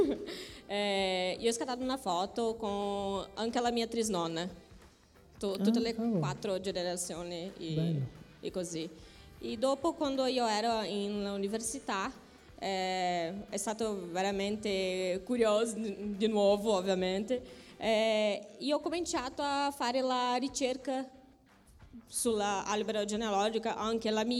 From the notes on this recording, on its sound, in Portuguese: Foi gravada diretamente no nosso evento presencial de São Paulo.